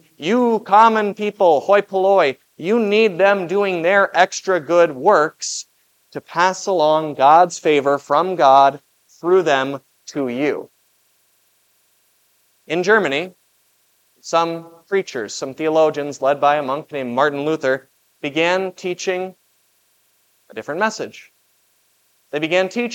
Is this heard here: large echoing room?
yes